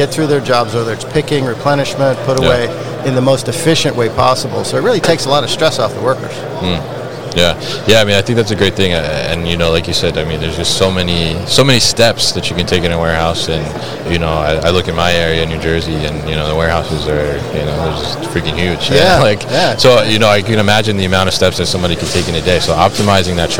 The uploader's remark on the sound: live from ProMat 2023